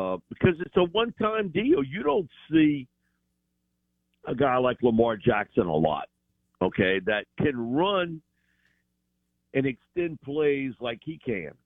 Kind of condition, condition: link, phone line